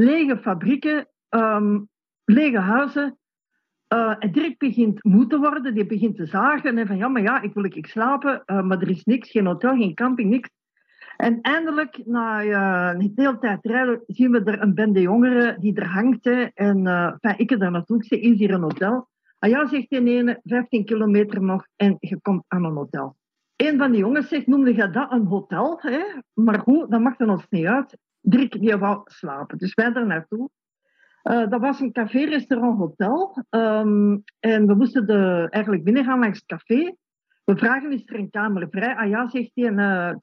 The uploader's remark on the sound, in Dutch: Sinds het begin van de coronapandemie houdt Relaas op zondag een verhalencarrousel. Via een Zoom-sessie komen vertellers en luisteraars samen.